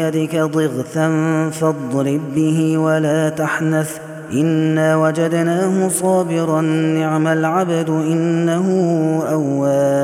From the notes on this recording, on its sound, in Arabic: هذا التسجيل من صلاة التراويح